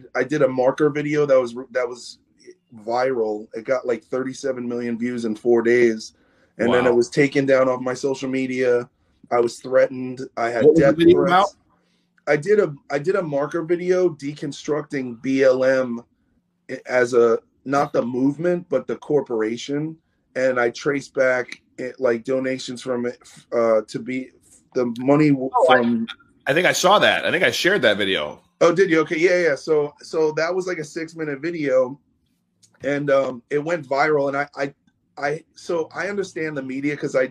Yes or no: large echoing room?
no